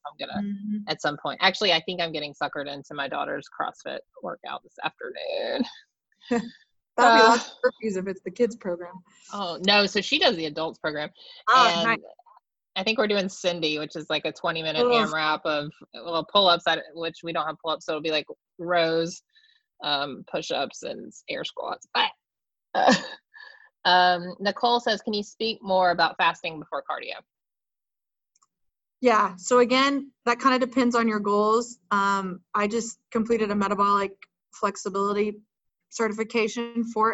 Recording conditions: video call